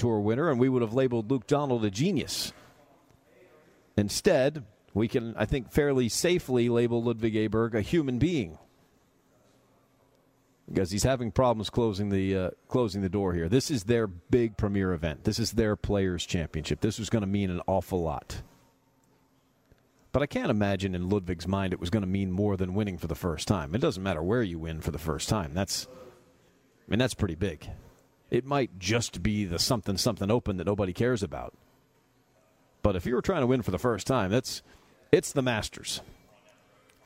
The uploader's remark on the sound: live from Chastatee Golf Club